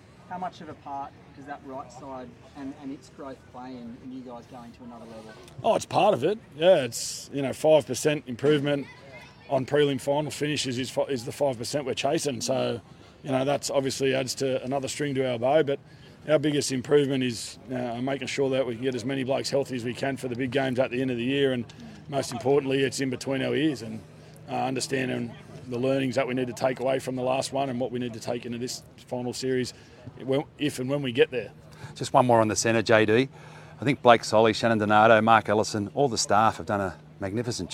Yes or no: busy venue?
yes